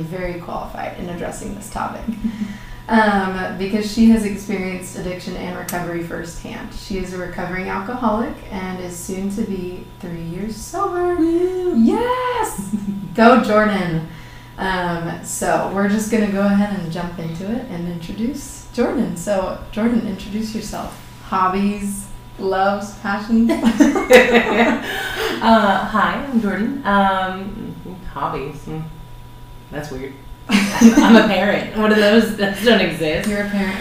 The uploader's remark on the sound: Despite some unfortunate sound difficulties, the conversation was too wonderful to redo!